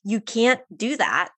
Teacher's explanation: if you go back and listen again, you don't hear the T